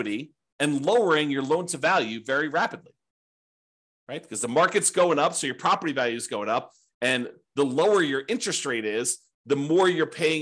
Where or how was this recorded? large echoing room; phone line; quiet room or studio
quiet room or studio